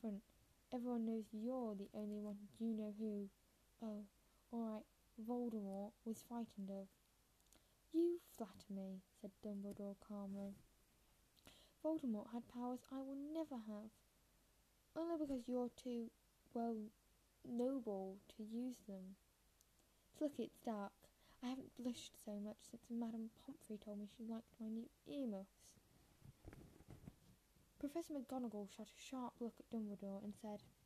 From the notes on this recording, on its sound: I am very sorry for the bad audio, yawns and some strange noises, as well as missed and/or wrong words.